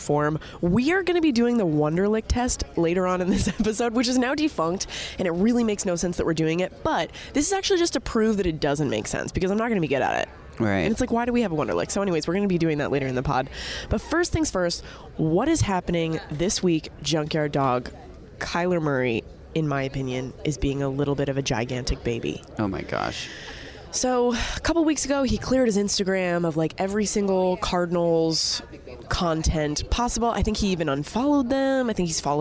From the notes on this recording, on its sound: LIVE from the 2022 NFL Scouting Combine in Indianapolis right in the middle of all the action